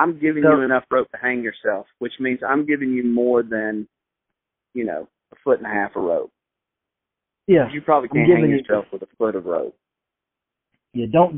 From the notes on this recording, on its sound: record their phone calls to make each other laugh